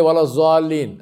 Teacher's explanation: There is no difference in the Urdu pronunciation of zal, za, dha, and dha. Everything is pronounced za. So when people for whom Urdu is the mother tongue, when they are reading Quran, you will find that they will say wala zalin, ameen.